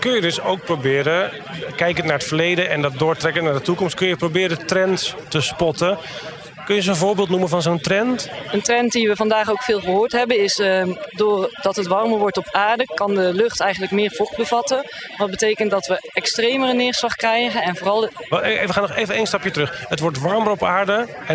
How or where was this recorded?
busy venue